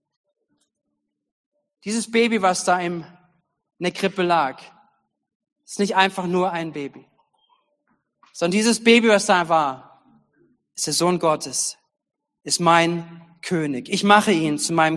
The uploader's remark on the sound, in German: Gottesdienst zum Heiligabend 2022. Predigten aus der Missio Kirche. Gemeinde für Bad Kreuznach und Region.